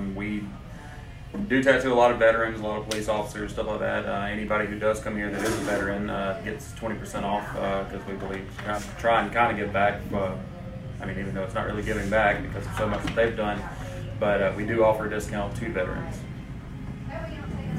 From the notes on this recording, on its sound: Recorded in South Carolina at Siren's Cove Tattoo.